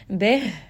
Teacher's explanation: Bih, because we are stopping here, ha has a sukun, and ha is one of the letters of hams, meaning that there is going to be some air here. Make sure that you are emphasizing that and giving it proper air so that we're not dropping this letter.